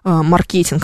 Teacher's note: мы знаем, что закрепленное ударение здесь на букву «Е». Никакого маркетинга быть не может, просто потому что произносить неудобно.